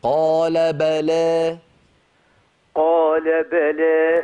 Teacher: الباء مفتوحة والتقليل يبدأ من فتحة اللام